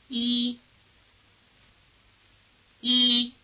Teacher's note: the romanization has an initial Y. Most speakers don't pronounce it.